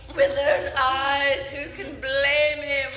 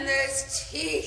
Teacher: I would think some of this dialogue is fun to say, and some of the words, the syllables get drawn out, like the way you say eyes, blame, even teeth in this clip